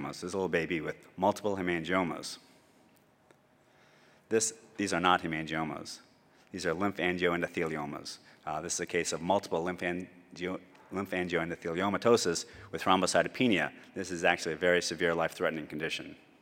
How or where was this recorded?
large echoing room